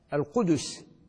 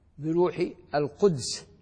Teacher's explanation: ابن كثير رحمه الله يقرأ بسكون الدال · Shown in: second take · بروح القدس، لكن أكثر القراء ومنهم قارئنا الإمام نافع رحمهم الله جميعا يقرأ بضم الدال.